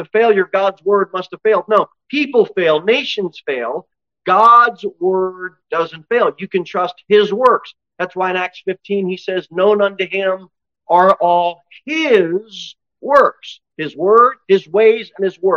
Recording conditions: large echoing room